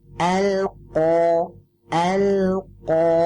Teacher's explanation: kalau qaf ini dia itu di bagian lunak ya, di bagian lunaknya yang kita angkat. Maka bacanya dengan nempel jahar dia sifatnya ya, jahar jelas tidak ada hamasnya. Maka bacanya dengan al-qo, al-qo.